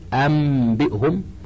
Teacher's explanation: ثلاثة: الثالث الإقلاب، وهو لغة تحويل الشيء عن وجهه، واصطلاحا جعل حرف مكان آخر، أي قلب النون الساكنة والتنوين ميما قبل الباء مع مراعاة الغنة والإخفاء